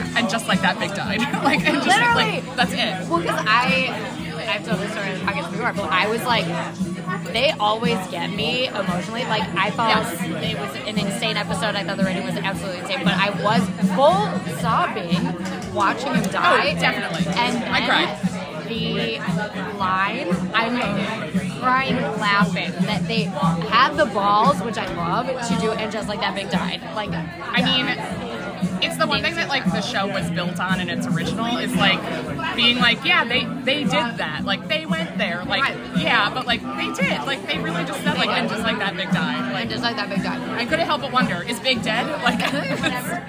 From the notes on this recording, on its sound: Reporting Live from Cervo’s over oysters (fried and raw), prawns and piri piri chicken